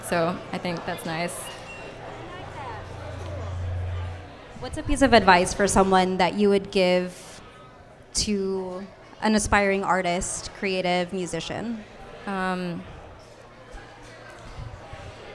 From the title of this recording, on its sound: LIVE from Unfiltered SD